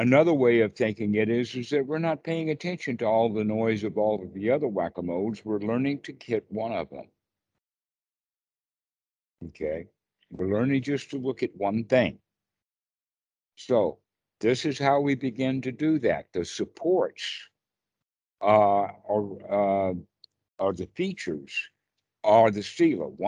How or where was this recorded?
video call